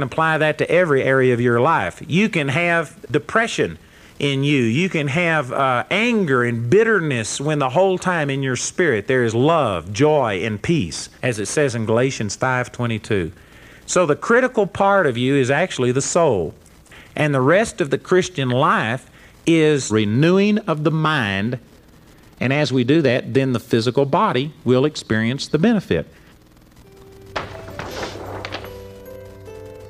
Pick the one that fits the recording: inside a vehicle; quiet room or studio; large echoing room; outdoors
large echoing room